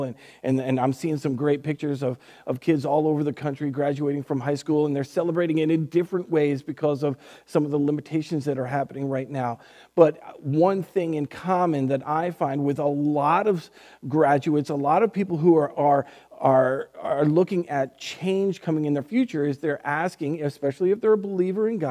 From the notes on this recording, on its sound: Recorded on May 31st, 2020 at Word of Life Church in Le Sueur, MN. WHOLE SERVICE AUDIO.